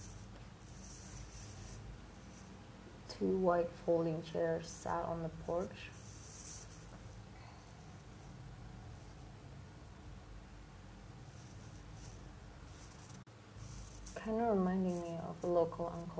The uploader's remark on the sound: Reading of regarding bandung on my front porch.